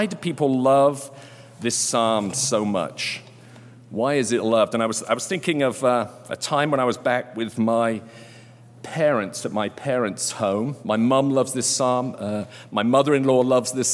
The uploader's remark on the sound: Delivered during Sunday Worship on July 24, 2022.